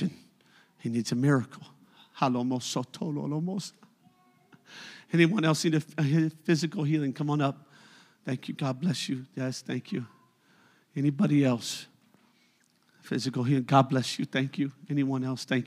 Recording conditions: large echoing room